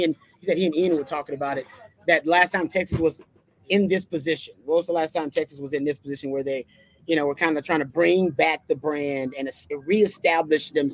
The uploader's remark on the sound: LIVE from The Co-Op